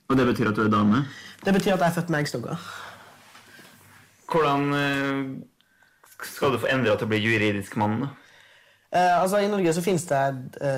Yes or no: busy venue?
no